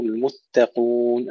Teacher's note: أيضا المتقون ولا نقول المتقون، لا نهمس التاء المشددة